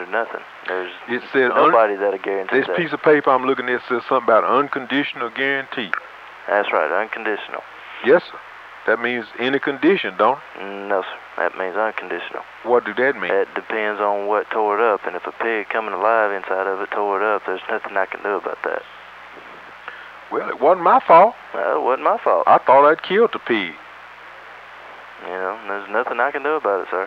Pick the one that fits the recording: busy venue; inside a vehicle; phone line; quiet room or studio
phone line